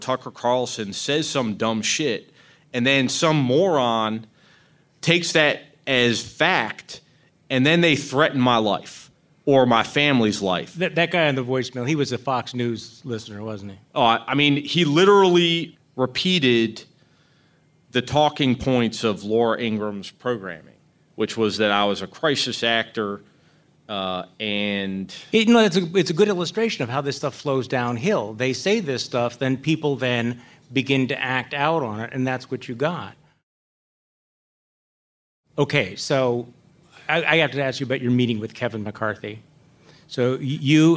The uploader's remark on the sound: At our first live show